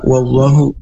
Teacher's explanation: diawali dengan huruf waw. Makhrajnya ini di dua bibir atau asyafatain dengan dibaca ringan sebagai kata sambung yang berarti dan.